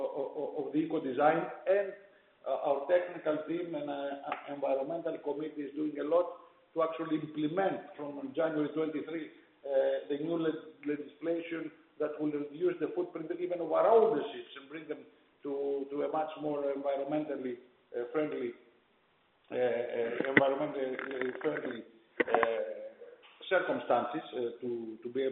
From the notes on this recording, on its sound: During the Company's Q4 2021 Earnings Conference Call. Capital Link's C-Suite Market Updates.